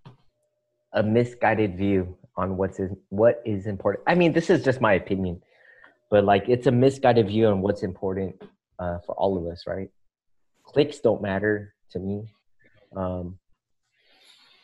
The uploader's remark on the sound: For the first time the guys get together through Zoom because of COVID-19.